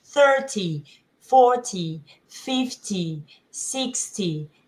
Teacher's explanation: Muy importante que el 40 no decimos 40, no hay ninguna U, es 40, no hay ninguna U. Y la entonación se enfatiza en la primera sílaba para diferenciarlo de lo que viene después.